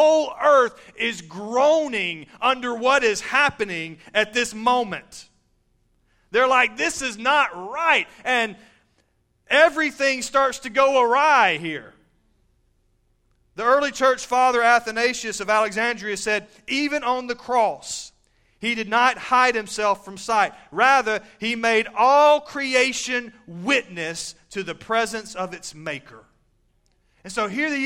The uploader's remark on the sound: Recorded live at Shindler Drive Baptist Church.